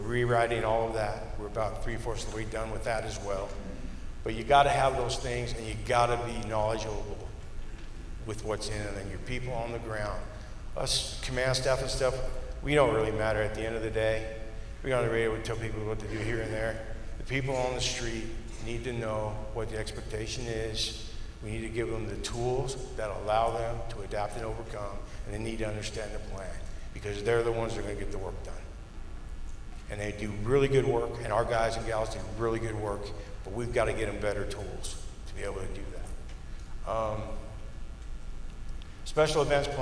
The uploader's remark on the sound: On September 28th, OCFA hosted a Vegas Strong After Action Review of the Route 91 Harvest Festival Shooting. Four presentations were given at the conference and are being presented in podcast-form here.